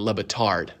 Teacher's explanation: she would emphasize the last syllable